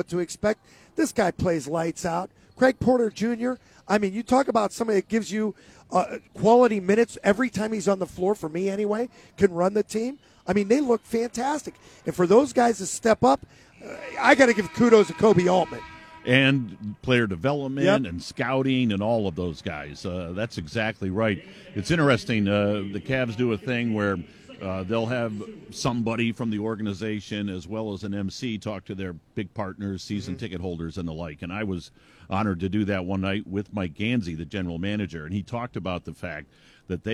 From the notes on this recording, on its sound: live from Rocket Mortgage Fieldhouse